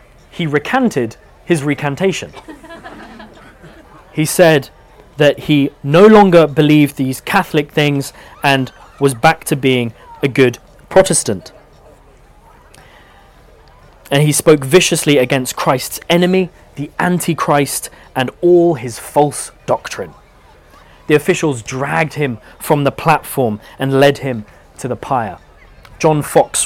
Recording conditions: live audience